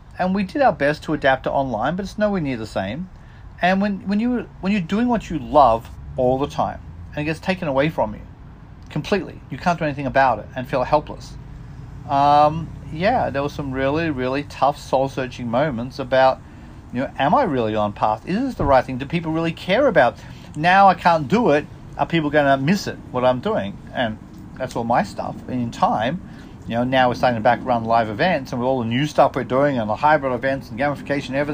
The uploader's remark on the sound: takes a moment on my front porch